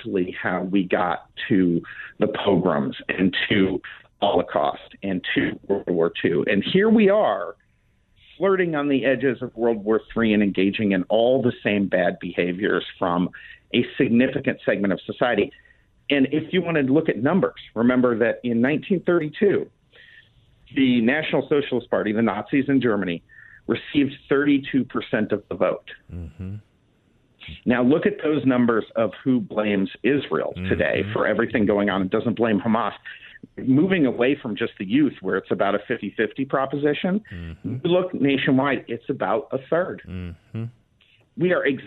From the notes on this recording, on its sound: By phone for the full hour. 960 The Patriot.